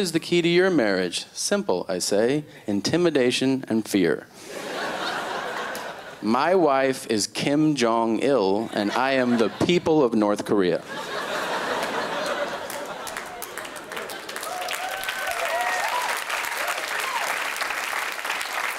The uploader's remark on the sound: stand up from the Just For Laughs Festival in 2011